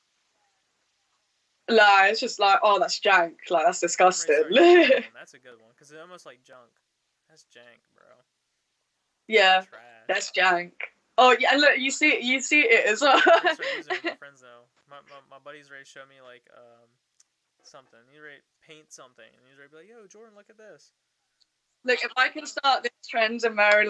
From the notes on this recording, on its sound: Sorry for the audio issues.